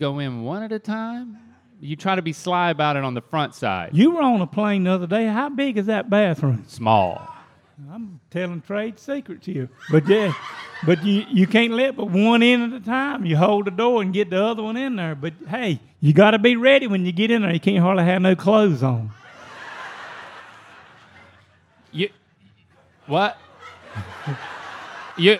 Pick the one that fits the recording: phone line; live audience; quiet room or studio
live audience